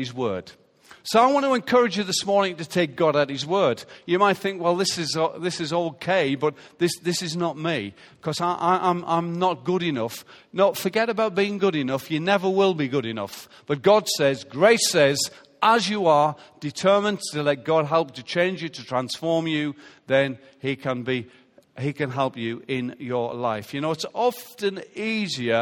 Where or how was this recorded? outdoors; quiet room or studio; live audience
live audience